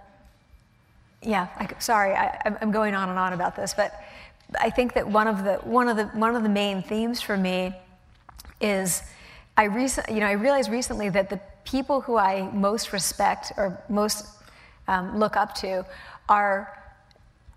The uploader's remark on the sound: The conversation was recorded on Jan 21, 2016 in front of a live audience at New York's 92nd Street Y.